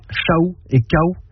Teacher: une diphtongue AOU, c'est-à-dire deux voyelles dans une même syllabe. Donc on dit aussi à certains endroits CHAOU et KAOU, presque.